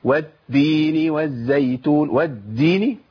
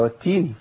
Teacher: لابد من الهمس، لابد من جريان النفس في التاء الاولى من المشدد · Shown in: second take